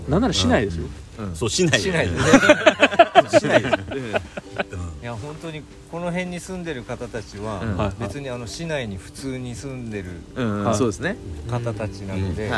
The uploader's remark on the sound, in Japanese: 村民と焚き火を囲みながら かしいのはまビレッジ（福岡）。今回は福岡市東区にある元遊園地のキャンプ場かしいのはまビレッジです。6人で焚き火を囲んでいます。